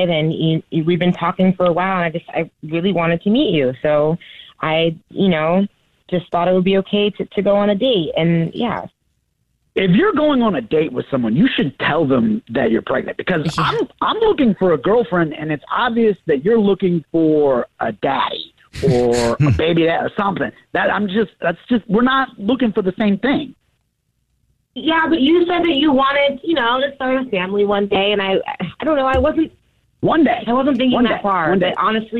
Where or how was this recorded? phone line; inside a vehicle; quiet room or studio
phone line